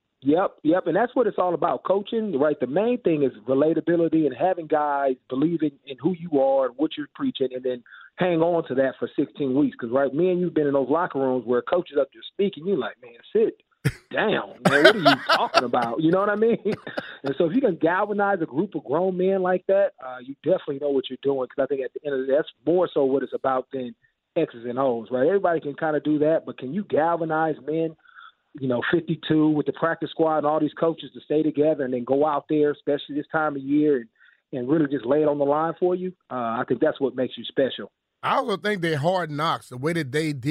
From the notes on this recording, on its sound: Calls In Live From The Slopes